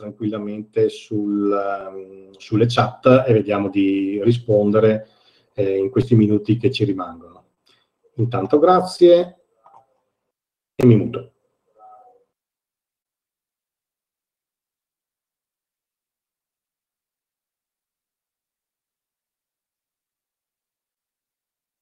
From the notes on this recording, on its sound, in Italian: Tenutosi online durante la LibreItalia Conference 2020.